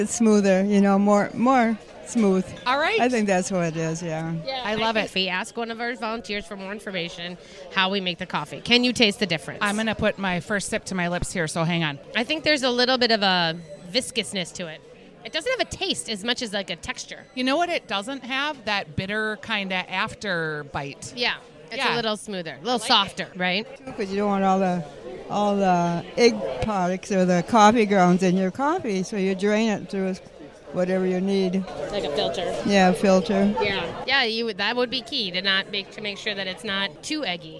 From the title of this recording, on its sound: Live from the Salem Dining Hall